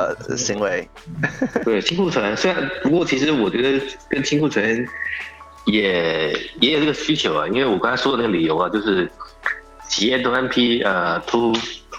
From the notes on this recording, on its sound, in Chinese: 以虚拟圆桌的形式在某平台直播，以一刀不剪的态度在这里回放。